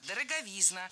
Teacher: Ударение в этом слове падает на суффикс «изн». Во всех формах там и остается. Дороговизна, дороговизны, дороговизной и так далее.